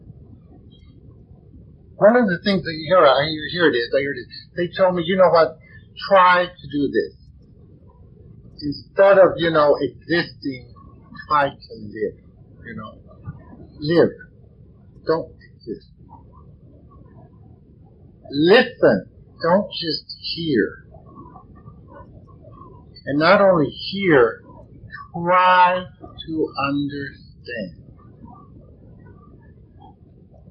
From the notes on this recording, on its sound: Houston TX. It's a 4-5 in the first 2/3's of the recording but the last third has background noise, I have cleaned it up as best I can, and overall it is a 3.